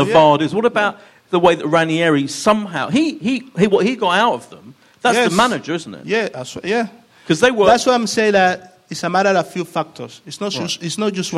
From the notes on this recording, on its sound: with a live audience